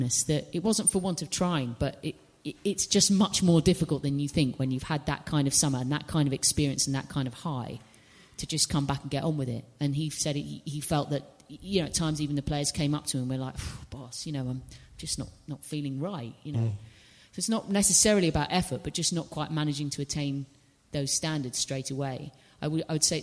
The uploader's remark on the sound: Recorded live at Union Chapel on Upper Street. We then did a Q&A with questions from audience members about all manner of things.